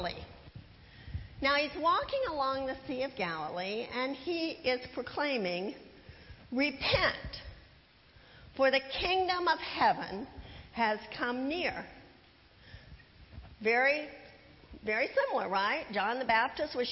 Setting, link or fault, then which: setting, large echoing room